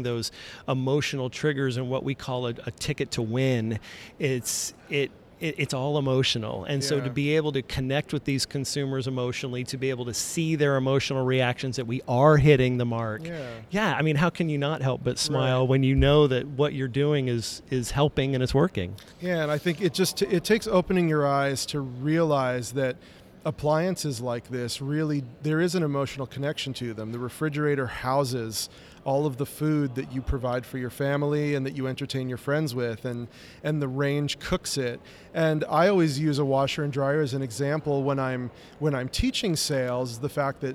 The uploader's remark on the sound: In this Episode recorded live from the floor of CRC.